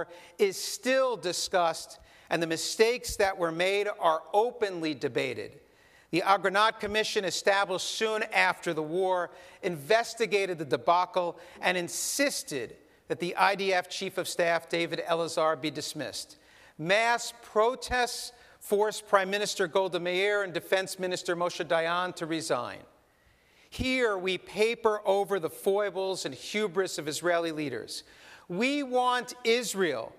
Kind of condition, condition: setting, large echoing room